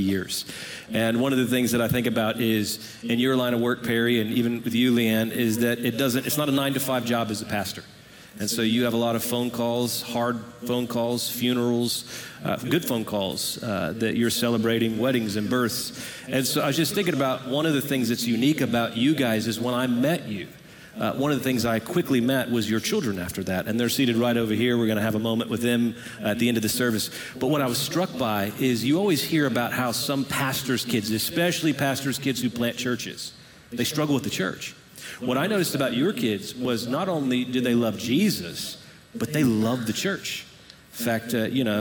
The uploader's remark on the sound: Recorded Live at Brookwood Church